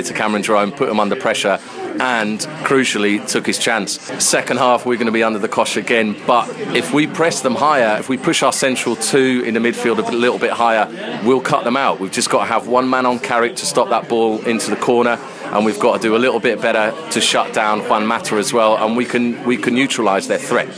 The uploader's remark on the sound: Live from the Kings Arms. We also chat with a few supporters in the pub.